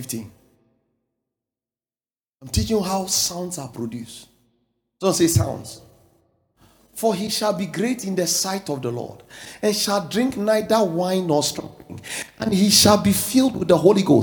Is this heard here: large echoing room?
yes